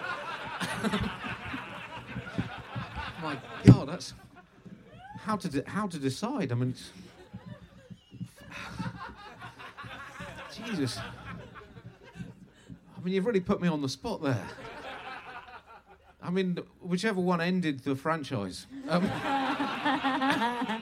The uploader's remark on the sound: Record a Bugle at midnight in the woods. Recorded in front of about 1000 people at the beautiful End Of The Road Festival.